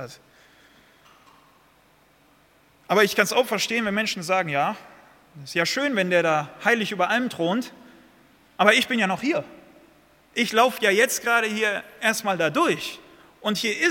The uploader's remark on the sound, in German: aus dem Missions-Gottesdienst der Missionsberg-Gemeinde (Liebenzeller Mission)